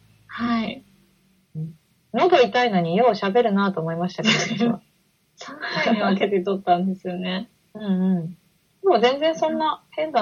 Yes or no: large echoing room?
no